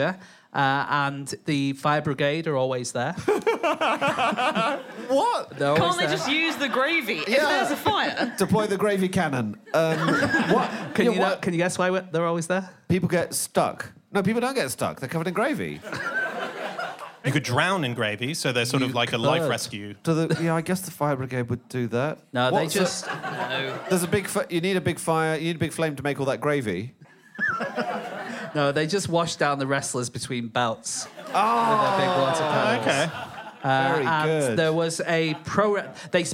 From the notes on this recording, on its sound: In a Christmas special, live from the Soho Theatre.